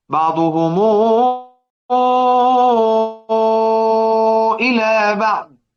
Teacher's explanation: الصله هتاخد ست حركات في المنفصل